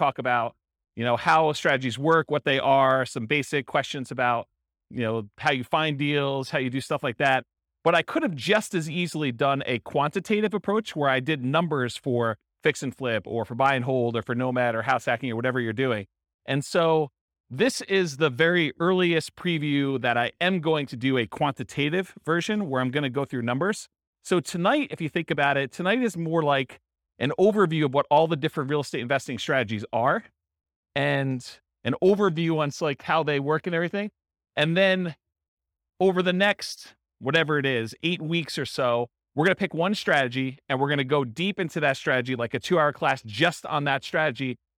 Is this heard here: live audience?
yes